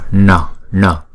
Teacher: chúng ta đọc cong lưỡi lại, chúng ta búng ra N, N. Chữ N có dấu nặng nè, là đọc là N, N, N.